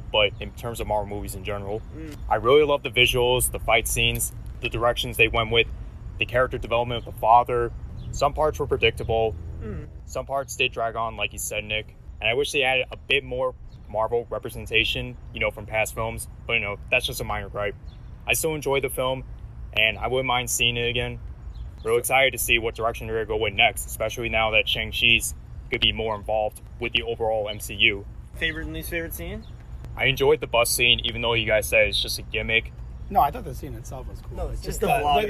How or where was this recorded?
outdoors